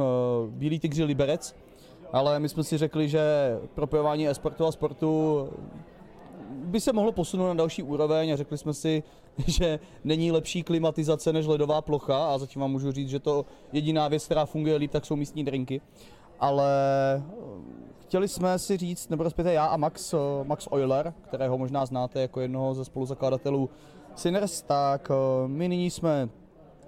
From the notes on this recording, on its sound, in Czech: Na RETAKE festivalu jsme živě rozebrali